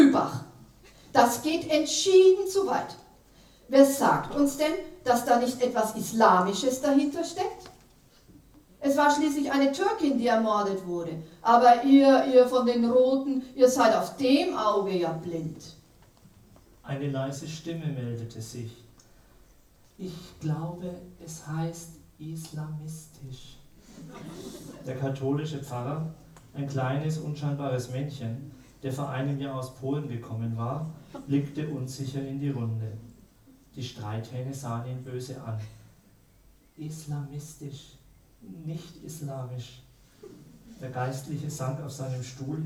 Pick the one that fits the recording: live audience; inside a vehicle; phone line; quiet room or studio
live audience